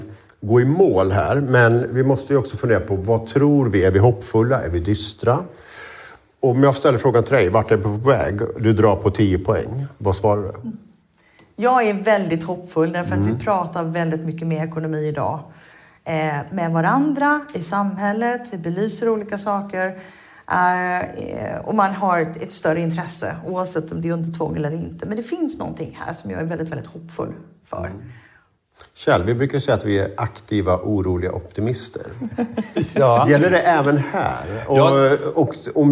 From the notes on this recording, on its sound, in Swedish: Avsnittet har spelats in live